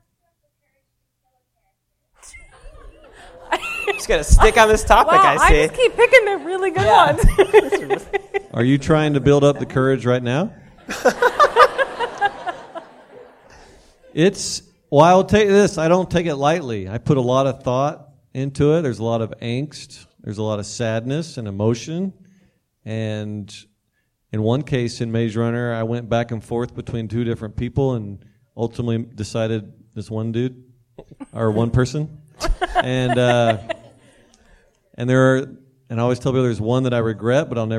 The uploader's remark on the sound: Our first ever live episode! In front of a large crowd of his adoring fans at the main branch of the Cuyahoga County Public Library (CCPL).